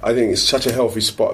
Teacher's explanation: TH sounds pronounced as F, those are kind of hallmarks of like colloquial regional accent usually